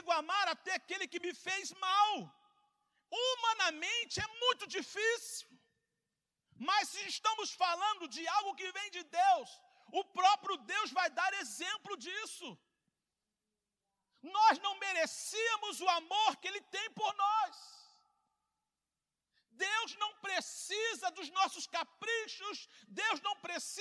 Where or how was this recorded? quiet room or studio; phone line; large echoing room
large echoing room